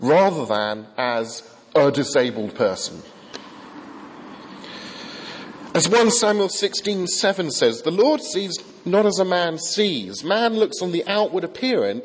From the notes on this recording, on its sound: from the 8 am service at Highfield Church Southampton, Sunday 15th Febuary 2015.